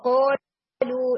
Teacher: तो deep part of tongue ऊपर soft palate के साथ स्ट्रांगली हिट करता है · Term: اسٹرانگ ہٹ